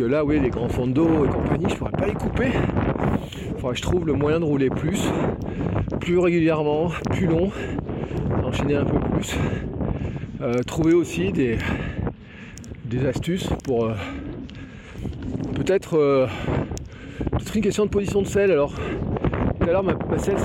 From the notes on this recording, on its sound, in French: mon tout premier Gravelman en live depuis le vélo